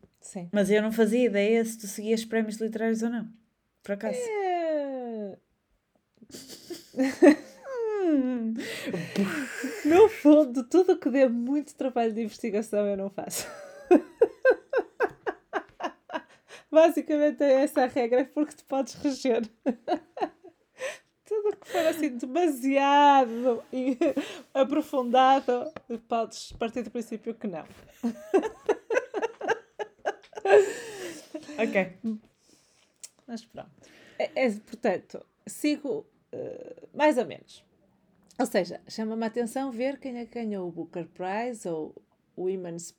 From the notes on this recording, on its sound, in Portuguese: Contudo, ainda há alguns ruídos de fundo que vamos tentar eliminar/evitar com o tempo e que são fruto de partilharmos os nossos estúdios de gravação (vulgo “casas”) com seres vivos – sejam eles mini-humanos, canídeos, felinos e por aí fora.